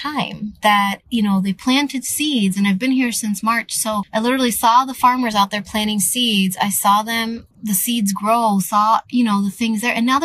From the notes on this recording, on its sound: I am currently sitting in my car. It is really hot today and the reason why I'm sitting in my car at the parking lot of this school is because I kind of can't go home quite yet.